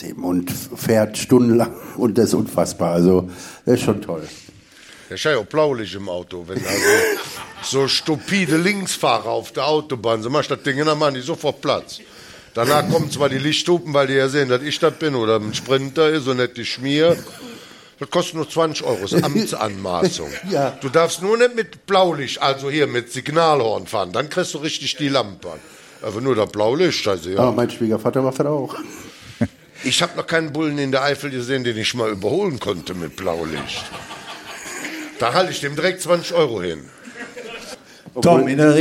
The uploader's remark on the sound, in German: Live mit Publikum und Gästen. Wir haben uns getraut den Podcast vor Publikum aufzunehmen. Waren wir im Theater im Walzwerk um vor Publikum unseren 80€ Waldi Talk aufzunehmen. Im Theater im Walzwerk in Pulheim.